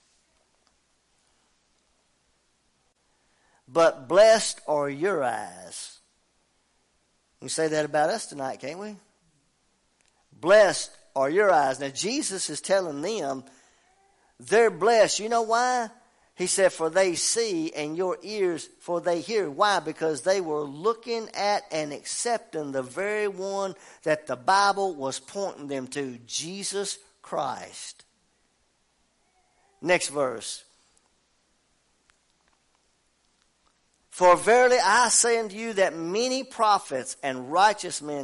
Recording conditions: large echoing room